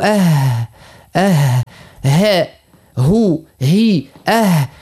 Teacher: ثم قلنا لأقصى الحلق همز هاء · Term: حرف الهاء